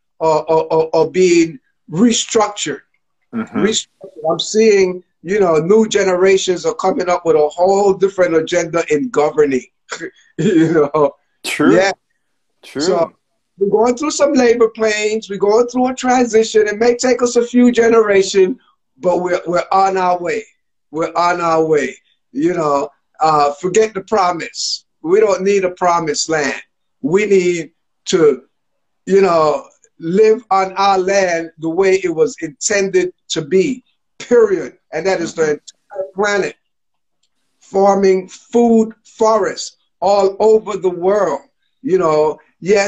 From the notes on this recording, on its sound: IG Live conversations